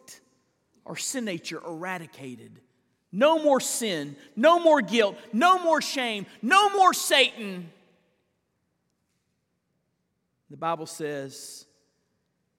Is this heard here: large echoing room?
yes